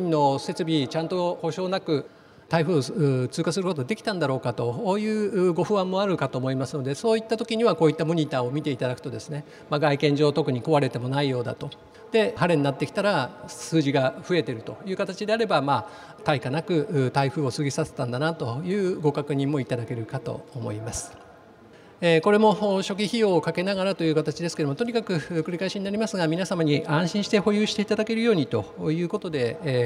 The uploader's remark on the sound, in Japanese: 東京証券取引所で開催した「J-REITファン2018」に登壇した